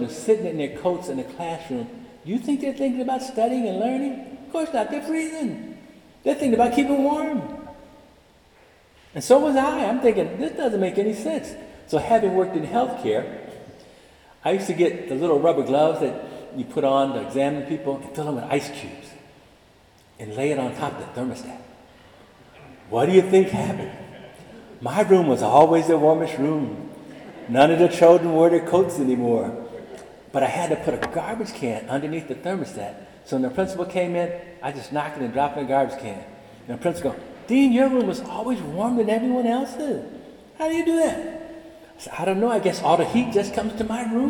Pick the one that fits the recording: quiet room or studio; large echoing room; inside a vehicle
large echoing room